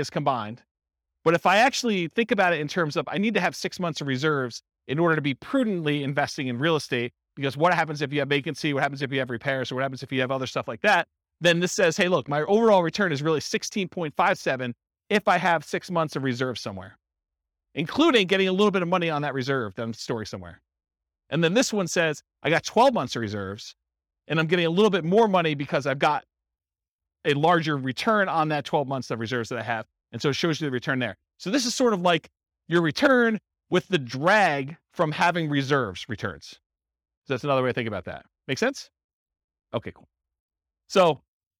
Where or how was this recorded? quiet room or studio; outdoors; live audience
live audience